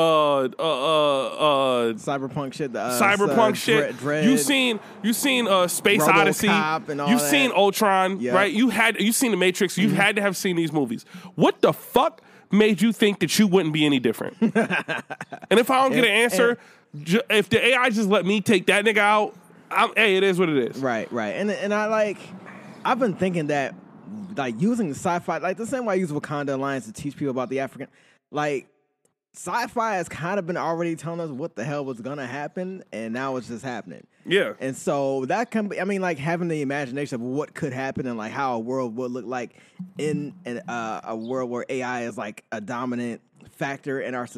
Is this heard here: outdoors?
yes